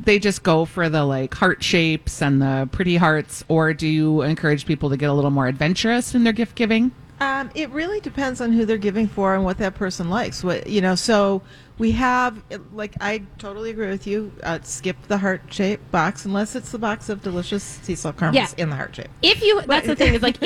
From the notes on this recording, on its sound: Live from Max's.